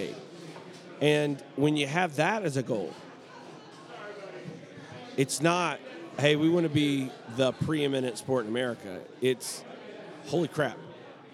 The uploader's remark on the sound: Live at the Bar of the US Soccer AGM